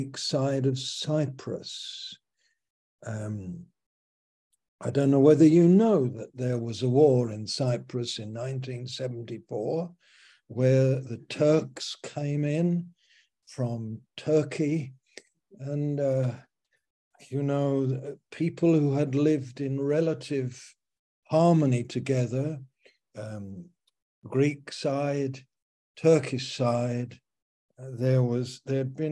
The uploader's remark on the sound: Our Fellowship - Malaysia Meets (Zoom)